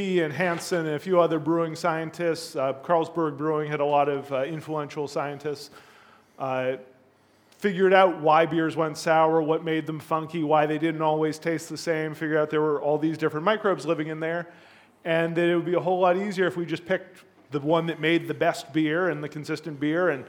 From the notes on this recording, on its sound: A two hour live recording from Smakselv.no's Sour Rangers concept in Oslo, Norway.